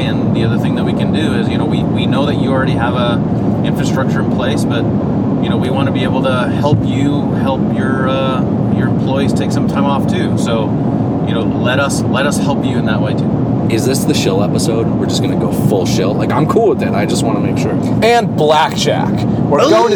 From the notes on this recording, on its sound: The guys hit the road and record on the way to CES!